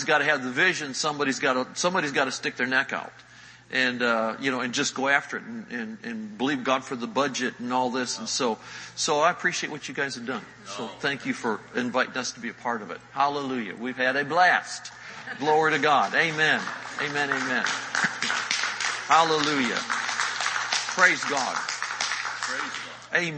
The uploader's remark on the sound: Recorded Live in Panama City Beach, FL. GULF COAST CONVENTION.